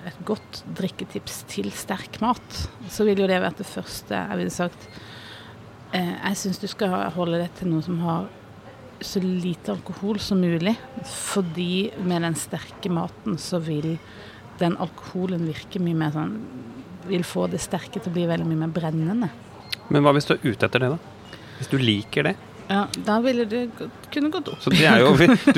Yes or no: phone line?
no